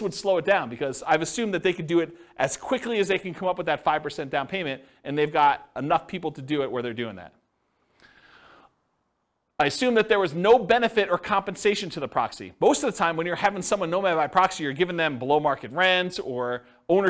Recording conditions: live audience